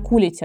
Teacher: Ставим ударение на первый слог.